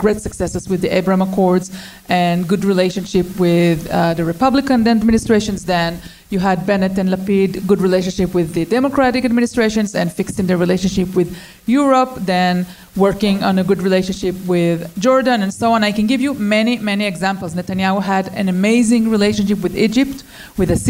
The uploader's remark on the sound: Paralyzed Nation LIVE. You'll hear how our live audience voted during the event.